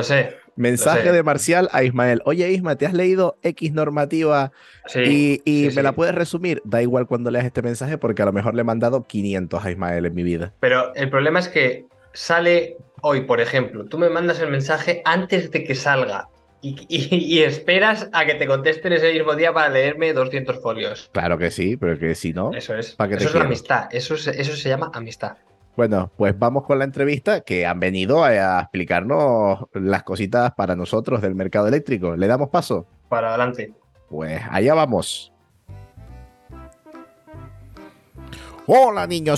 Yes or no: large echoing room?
no